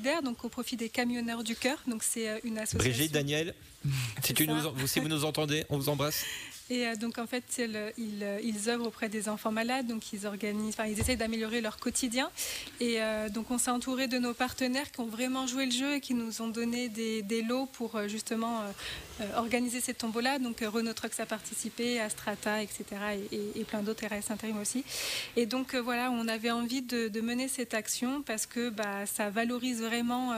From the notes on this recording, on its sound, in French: Étaient à l’arrivée de la caravane Renault Trucks, pour une émission en direct d’un distributeur/réparateur, Bayi Trucks, au sud de la ville.